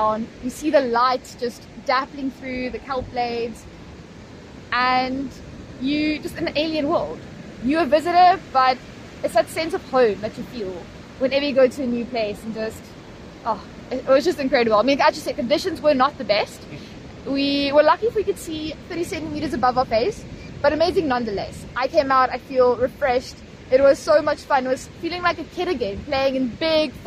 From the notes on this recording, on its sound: Recorded on the beach after they had completed a beach clean-up together following a dive in Cape Town.